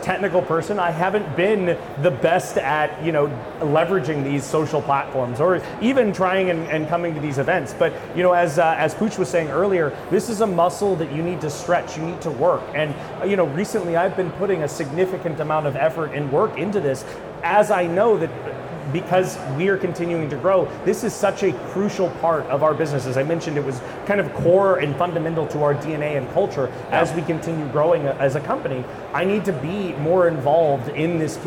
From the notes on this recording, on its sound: Today we're recording live from the 2023 East Coast RepRap Festival, a 3D Printing exhibition in Bel Air Maryland.